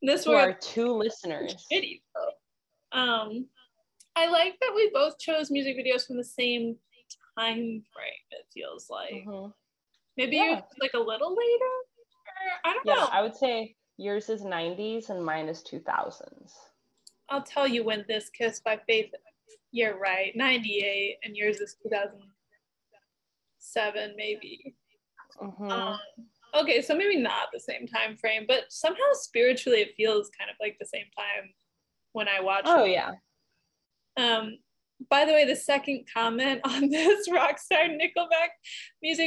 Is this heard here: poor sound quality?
yes